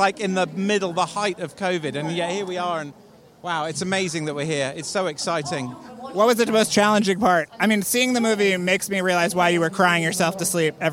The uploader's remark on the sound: all from the red carpet